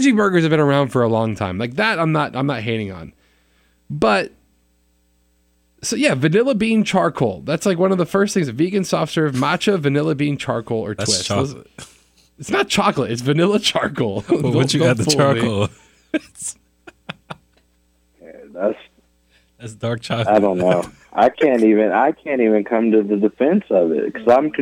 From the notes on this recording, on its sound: joins us via telephone